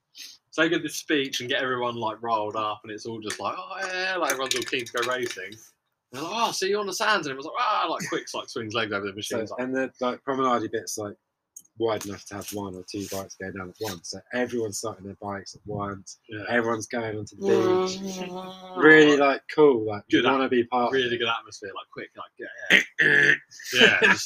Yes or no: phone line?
no